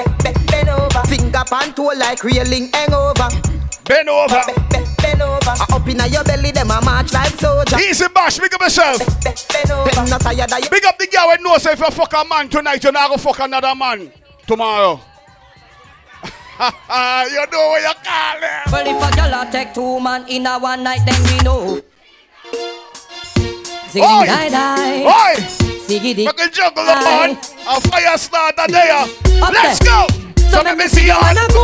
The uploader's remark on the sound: BDAY PARTY (LIVE AUDIO)